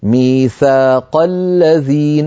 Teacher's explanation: عندما نطقت انتقلت من القاف إلى اللام مباشرة · Term: همزة الوصل